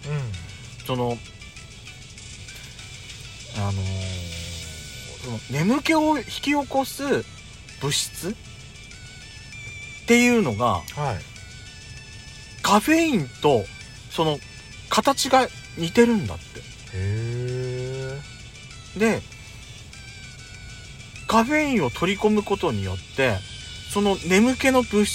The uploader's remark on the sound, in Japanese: パーキング収録。